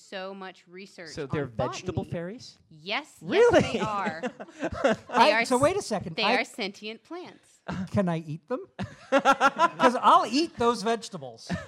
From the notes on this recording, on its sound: This episode was recorded live at CONduit in Salt Lake City